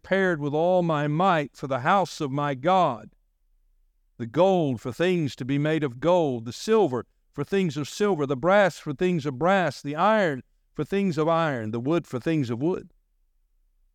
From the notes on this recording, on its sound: delivered on September 10, 2023 during our morning service.